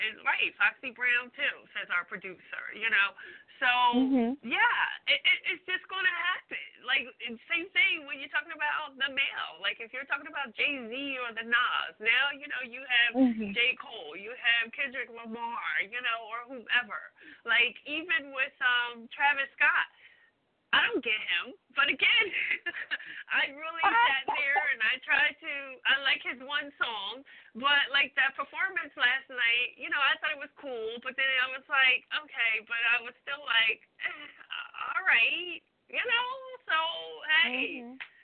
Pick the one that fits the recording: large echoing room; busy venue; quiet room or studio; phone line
phone line